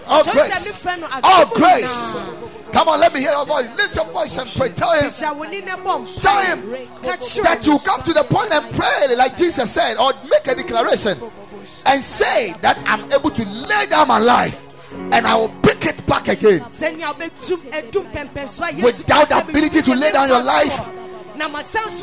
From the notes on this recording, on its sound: Preached at the Ekklesia Chapel.